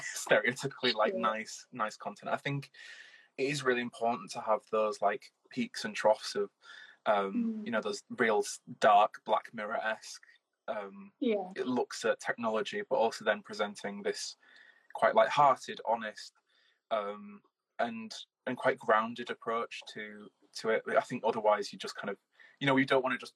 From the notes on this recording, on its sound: live Instagram interview